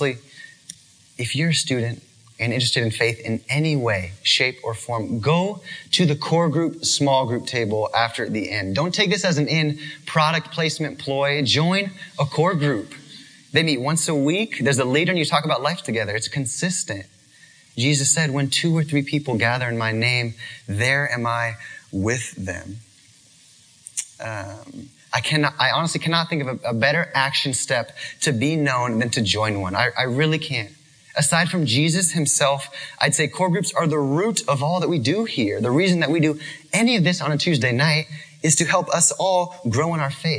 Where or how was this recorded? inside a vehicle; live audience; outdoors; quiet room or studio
live audience